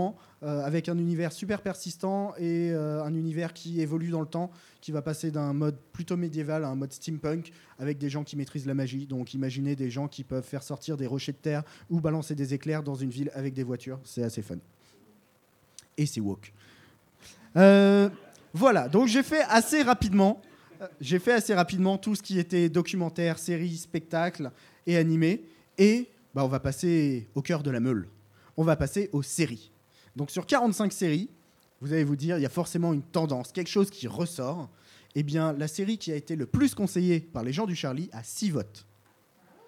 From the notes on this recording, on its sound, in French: Live au Charlie sur les recommandations du public.